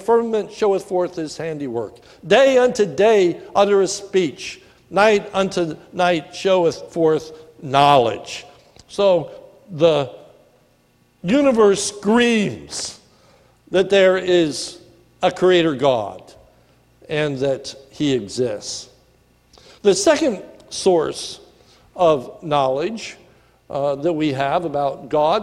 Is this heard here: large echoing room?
yes